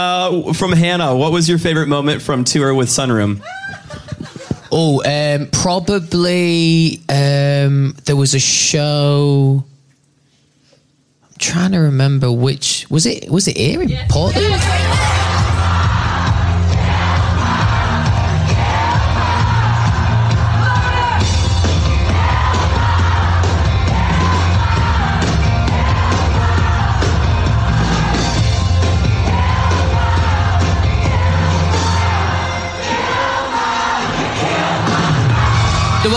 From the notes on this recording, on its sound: We've taken the Spout Podcast on the road for a special episode. In front of an invite-only studio audience!